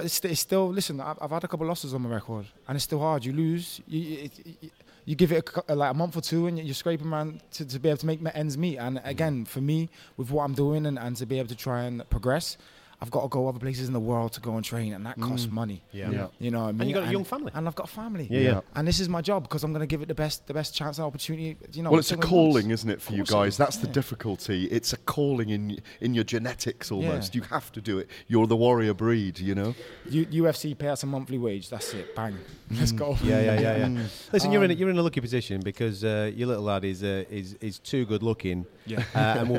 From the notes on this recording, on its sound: This weeks UFC show is slightly different as the majority of it was recorded backstage at the UFC London event.